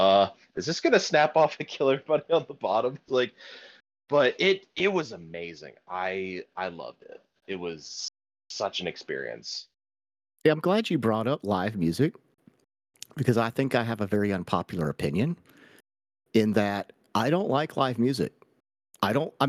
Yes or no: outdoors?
no